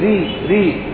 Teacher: الراء مكسورة فإنها مرققة